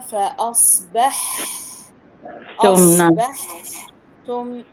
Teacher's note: فإذا عند الحاء تعتبر فيها رخاوة، يعني جريان الصوت، يعني إذا قرأتها أقرأها فأصبح تم.